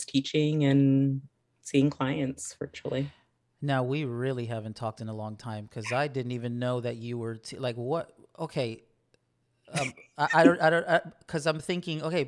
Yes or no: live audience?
no